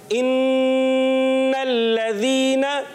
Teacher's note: جی پڑھتے ہوئے آپ نے کوشش کرنی ہے کہ نون مشدد کے غنے کو ایک الف پورا کرنا ہے